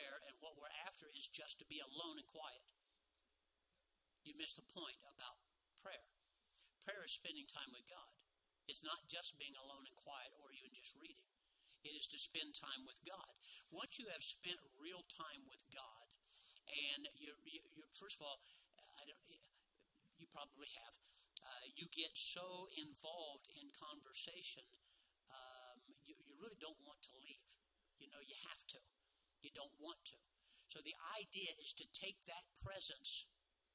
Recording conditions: large echoing room